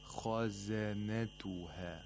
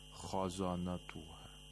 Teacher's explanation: وقال لهم خزنتها، خزنتها، again, خاء is a letter of استعلاء، خزنتها. And all the other letters in this word are letters of استفال، so you have to pronounce them with ترقيق · Shown in: first take · خزنتها. We don't say خزانتها، okay?